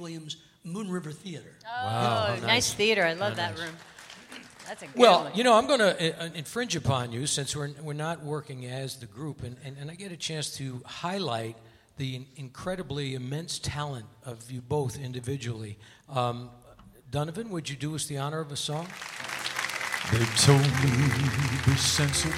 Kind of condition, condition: setting, busy venue